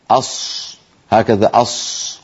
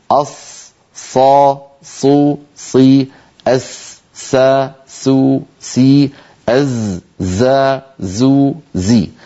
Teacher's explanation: لا يستعمل القارئ شفتيه في حرف الصاد، مثل الصاد كمثل السين والزاي · Shown in: second take · لا يقول الواحد أص هكذا أص ويزم شفتيه إلى الأمام، لأن هذا العمل إعمال عضو زائد يؤدي إلى تغير صوت الحرف. · Term: حروف الصفير